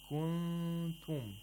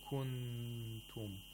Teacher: placing the back of the tongue on the place of articulation of kaf, and at the same time making a nasal sound · Shown in: first take · You could also say in kuntum by approximating the place of articulation of kaf. · Term: ikhfa